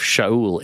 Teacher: The Greek language doesn't have a soft S, so the sh sound of Shaul is actually impossible to say in Greek.